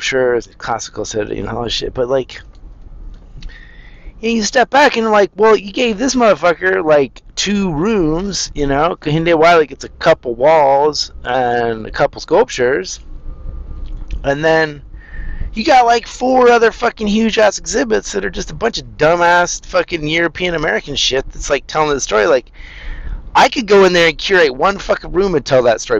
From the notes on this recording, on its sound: now I'm back to rambling in my car